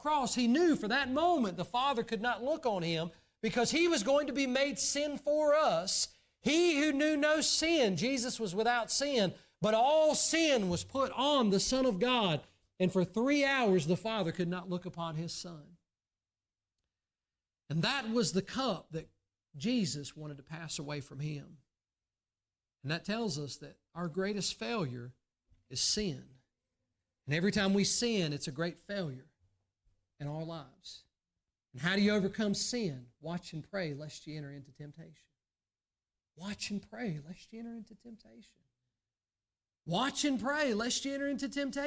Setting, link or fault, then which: setting, large echoing room